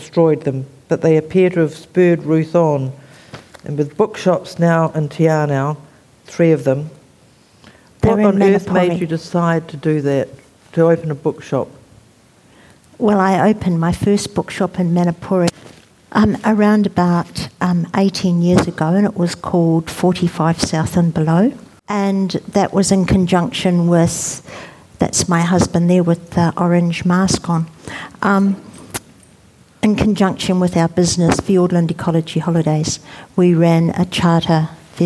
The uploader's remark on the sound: This conversation was recorded at the 2022 Marlborough Book Festival.